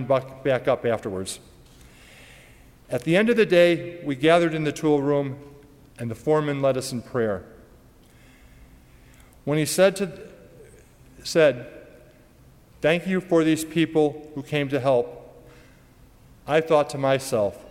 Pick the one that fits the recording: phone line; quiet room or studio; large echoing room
large echoing room